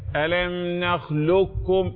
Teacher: ألم نخلقكم خلطت القاف بالكاف. ألم نخلقكم إدغام كامل كامل التشديد تم لا أثر للقاف